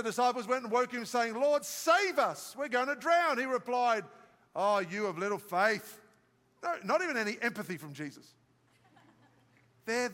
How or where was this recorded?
live audience